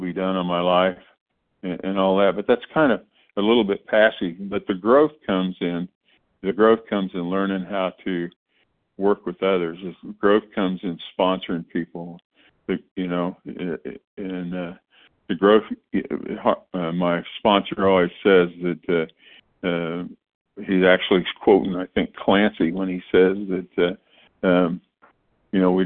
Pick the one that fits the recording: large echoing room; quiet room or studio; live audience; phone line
phone line